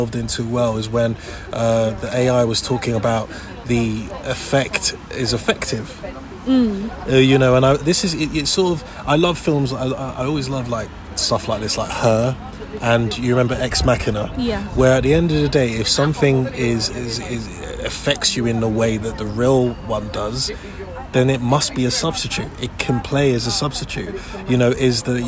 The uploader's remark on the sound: LCL live from Hampstead Theatre. Forgive the background noise, we recorded on the premises, straight after seeing the play.